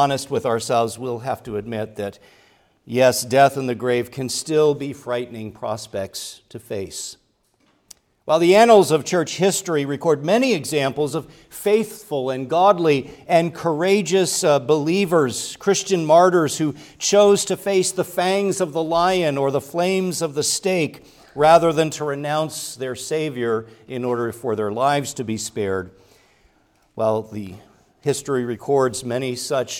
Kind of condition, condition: setting, large echoing room